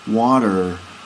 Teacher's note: Like I said, we say water in America, water. So there's definitely a rounded R sound, and in England or in Britain we don't really do that. We just say water.